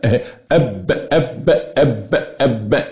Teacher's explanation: حبس الصوت وحبس نفس